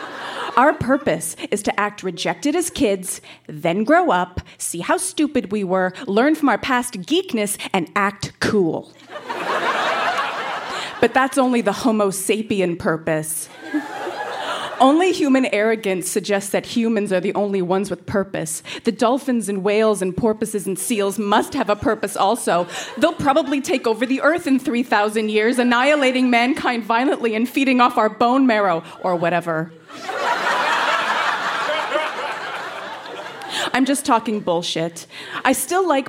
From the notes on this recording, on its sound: Recorded live at the Tranzac in Toronto, ON.